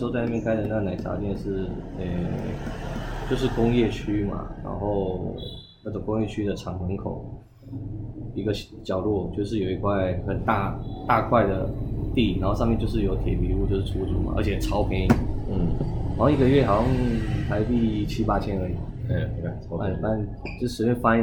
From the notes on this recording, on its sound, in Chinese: 錄音當天，我們在河內市中心還劍湖附近的一家小吃攤，錄到老闆娘來趕人為止，之後轉移陣地到另一家咖啡店，遇到了河內十多年來最大的一次暴雨，市區大淹水，在咖啡店雖然也有繼續錄音，可是收音效果極差，比之前的更爛，就不方便播出了。